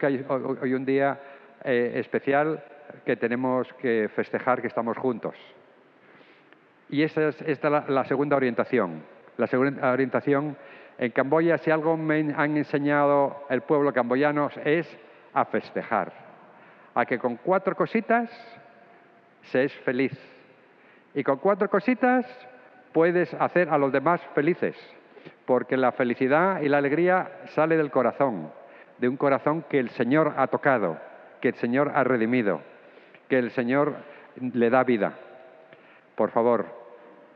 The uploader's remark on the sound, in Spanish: Grabada en la celebración eucarística dominical en nuestro Santuario el sábado 24 a las 6:00 P.